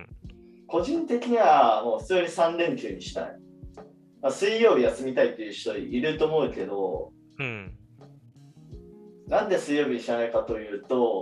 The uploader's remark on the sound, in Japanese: すみません、前回今回と少し音質悪めです。